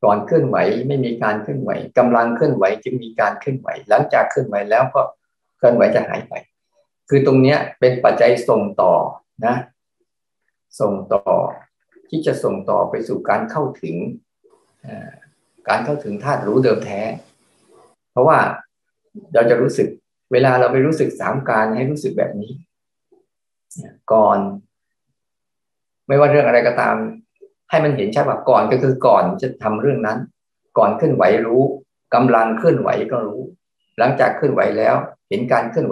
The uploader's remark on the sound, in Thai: คอร์สออนไลน์ (ผ่านโปรแกรม Zoom)